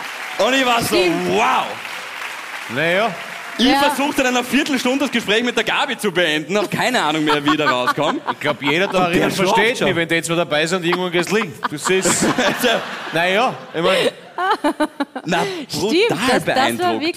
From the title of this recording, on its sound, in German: Hawi D'Ehre LIVE - GLOBE WIEN